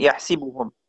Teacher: يحسبهم ومشتقاتها، تقرأها بكسر السين